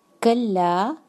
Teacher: کلا میں غنہ کی ساؤنڈ نہیں آنی چاہیے